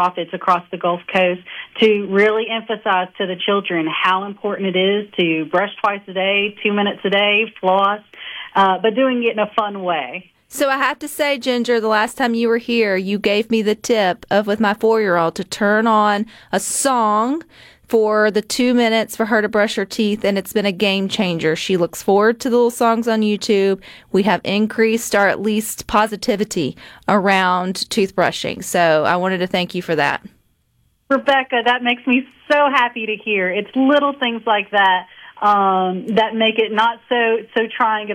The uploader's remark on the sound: join the conversation by phone